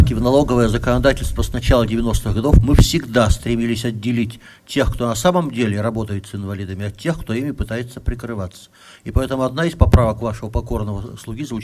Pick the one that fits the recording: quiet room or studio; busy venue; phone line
busy venue